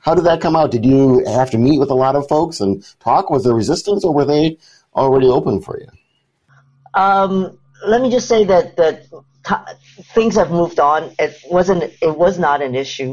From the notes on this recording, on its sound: This program was recorded via video conference. By the Commonwealth Club of California.